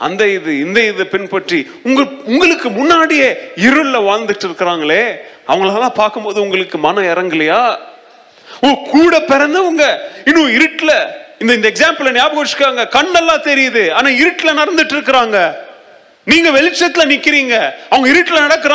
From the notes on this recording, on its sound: Missions Sunday Second Service Sermon Live